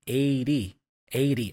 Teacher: the T there for 80 is a flap sound, da-da-da